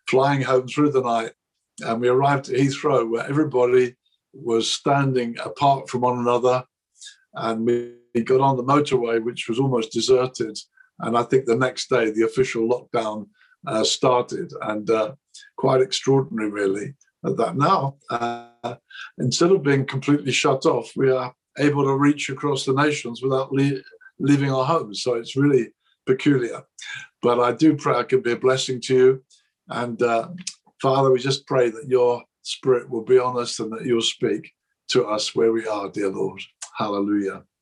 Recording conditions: video call